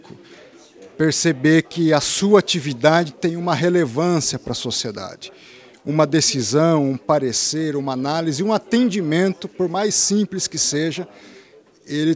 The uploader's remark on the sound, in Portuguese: A palestra de encerramento da XX Semana Jurídica do TCESP foi acompanhada por um público formado por autoridades, representantes de órgãos de controle externo e da Administração Pública, servidores, estudantes e convidados.